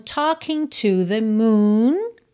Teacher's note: Talking, o G não é pronunciado